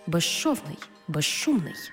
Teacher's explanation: У словах безшовний і безшумний, свистячий з плюс шиплячий ши всередині слова разом вимовляємо як жи – ши.